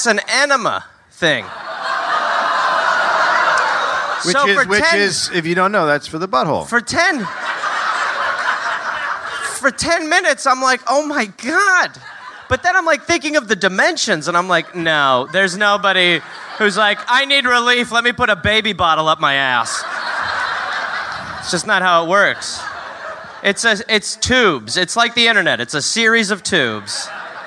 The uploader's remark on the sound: Live in Austin